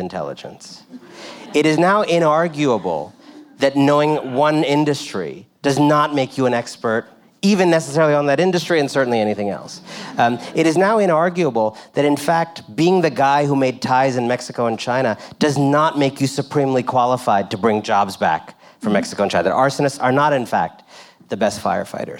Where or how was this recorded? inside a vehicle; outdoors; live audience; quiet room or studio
live audience